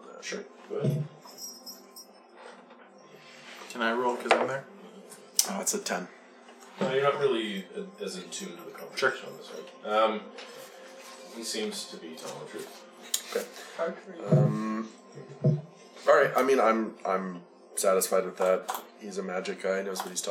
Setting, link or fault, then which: fault, background noise